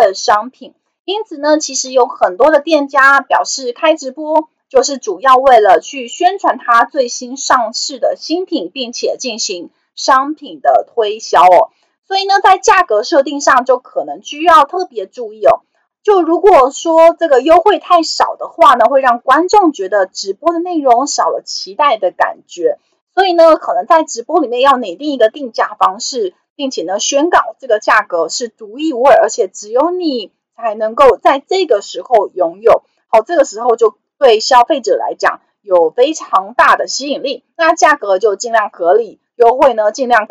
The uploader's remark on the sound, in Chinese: 本集有些許雜音，已亟力避免，如有察覺請多多包涵